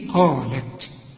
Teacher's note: القاف من اعلى حروف التفخيم اللي بعدها الف